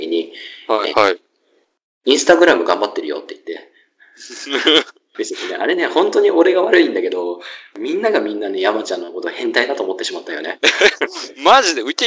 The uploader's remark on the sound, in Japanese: 録音技術と編集技術が後退したのか聞きづらいのは許してくださいな